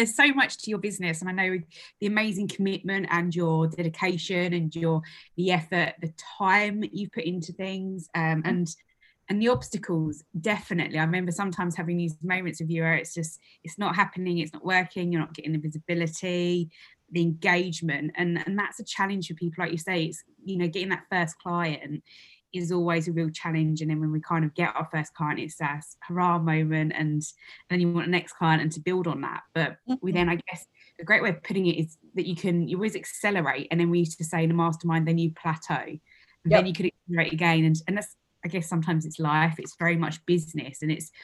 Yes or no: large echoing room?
no